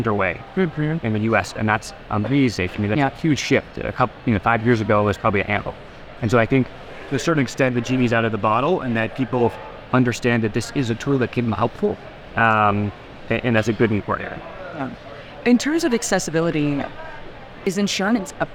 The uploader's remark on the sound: a compilation of short on-the-go interviews with thought leaders during MAPS' Psychedelic Science Conference